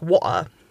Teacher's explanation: varieties of British English, instead of taking a T to like this very fast D sound, they instead take it to a glottal stop. So you have like wa.